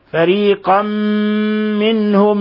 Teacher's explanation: تنوين فتح جاء بعده الميم، الحكم التجويدي إضغام بغنة